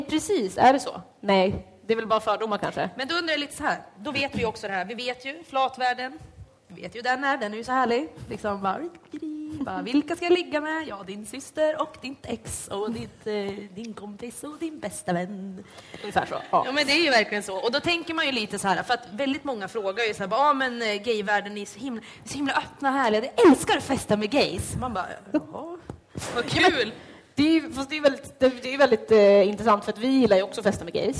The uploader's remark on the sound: LIVEPOD från Stockholm Pride. Denna gång LIVE under Stockholm Pride.